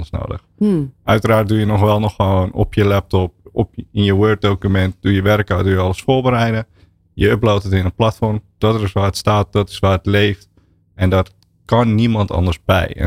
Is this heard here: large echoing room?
no